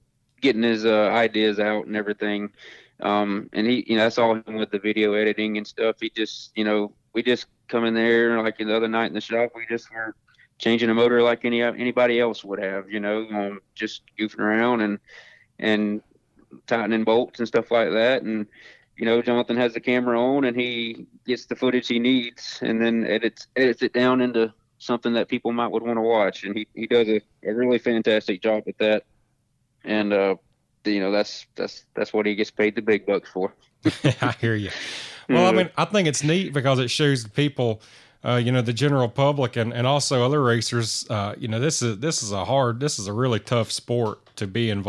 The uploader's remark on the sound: on the phone